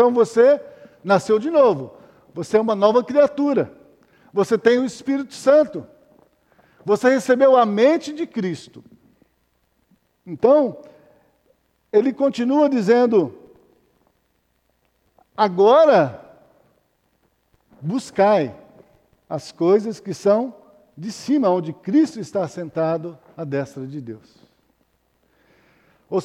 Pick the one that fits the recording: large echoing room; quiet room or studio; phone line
large echoing room